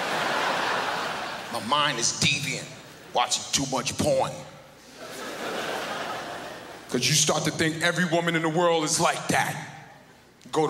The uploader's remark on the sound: brought his particularly explicit brand of comedy to Montreal for the Just for Laughs festival in 2002